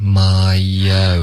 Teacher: 这里有一个添加音 my own.对，有一个 yo 了